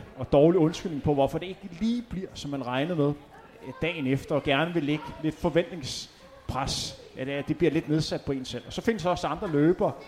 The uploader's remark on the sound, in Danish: Live podcast i forbindelse med HCA Marathon